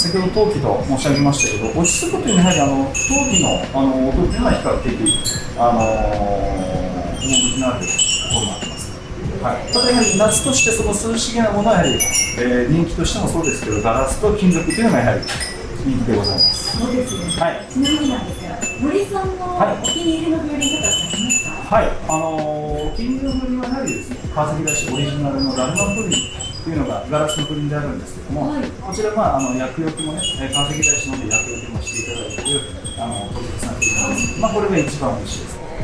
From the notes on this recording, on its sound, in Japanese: 川崎大師で開催された「風鈴市」にお邪魔します。風鈴市の仲通りを散策。